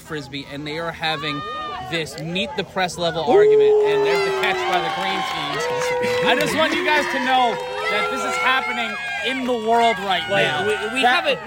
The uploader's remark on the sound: Live From Some Field. The boys pod from an Ultimate Frisbee championship somewhere in New Jersey.